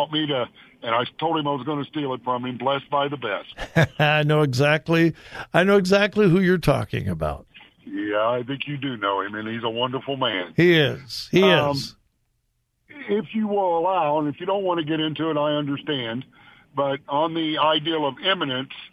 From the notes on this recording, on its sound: Open Phone Friday.